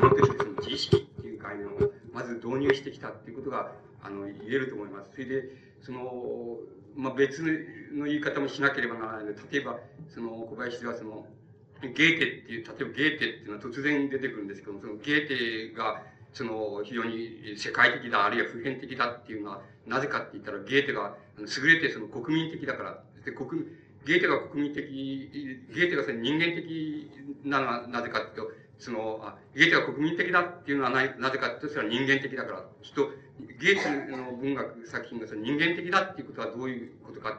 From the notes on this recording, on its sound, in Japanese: 主催：寺小屋教室 場所：新宿・紀伊國屋ホール。講演は連続シンポジウムの第一部。音質はあまりよくない。冒頭は録音者の手元ノイズのため 聞き取りづらい。